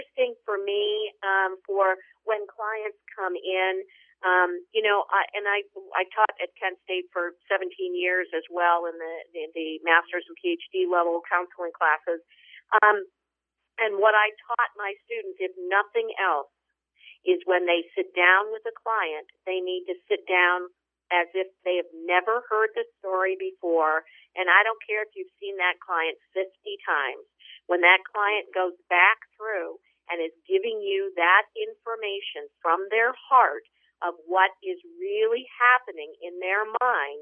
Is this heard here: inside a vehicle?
no